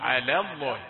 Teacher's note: اللام اللي قبل لفظ الجلالة على رقيق، فلا تتأثر بتفخيم لفظ الجلالة، لا تقول على الله، على الله، بينها على الله.